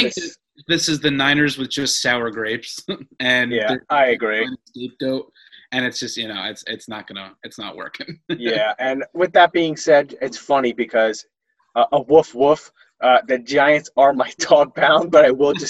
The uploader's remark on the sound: The gang is back together (remotely on Zoom).